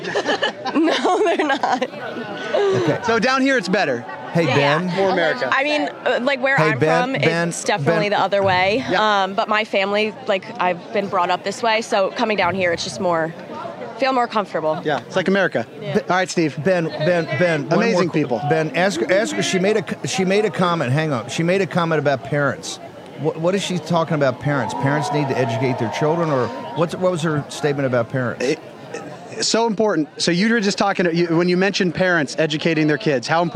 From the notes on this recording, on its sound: Live Coverage From Coastal Carolina … Rally